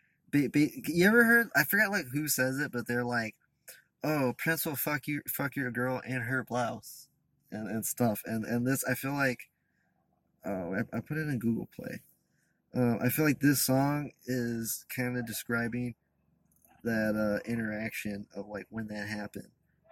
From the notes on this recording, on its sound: Recorded in the Sycamore tavern parking lot. Also, someone hits the car we're in while recording the podcast.